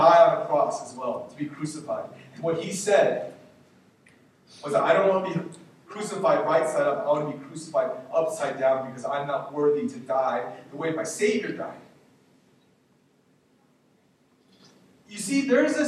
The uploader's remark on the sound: We apologize for the poor audio quality.